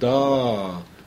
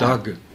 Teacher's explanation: Und das G mit dem Häkchen wird nicht gesprochen, sondern verlängert nur den vorhergehenden Vokal. · Shown in: first take · Das Wort für Berg, das kennen Sie bestimmt, D-A-G geschrieben, das wird einfach da.